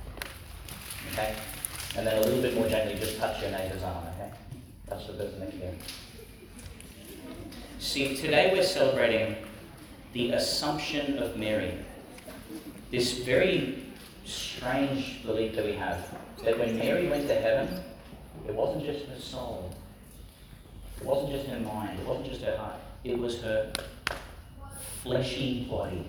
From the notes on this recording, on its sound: delivered at St John the Baptist Primary School, Gladstone, Qld.